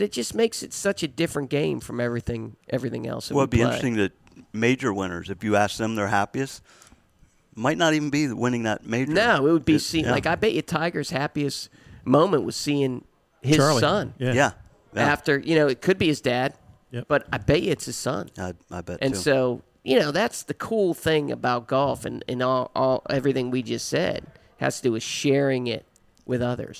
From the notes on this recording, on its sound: Live from the new Golfdom store in Rockville, MD